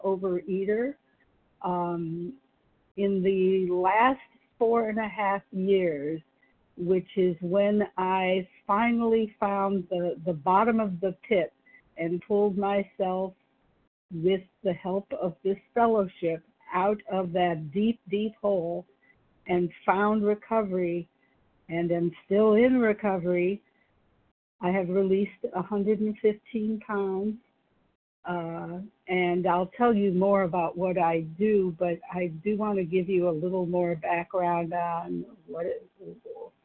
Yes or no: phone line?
yes